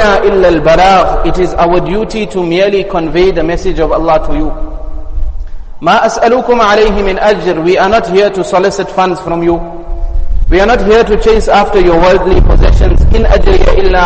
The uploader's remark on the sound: Jumuah Lecture Masjid us Saliheen